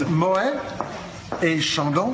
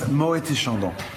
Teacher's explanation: So the T, it's pronounced if you put the two names together. · Shown in: second take